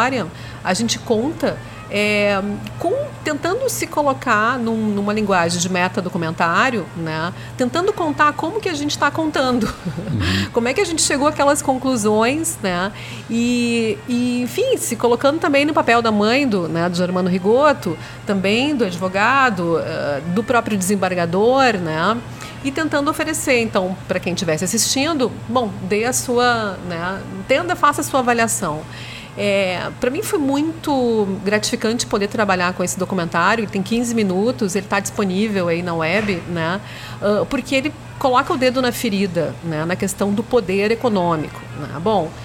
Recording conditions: busy venue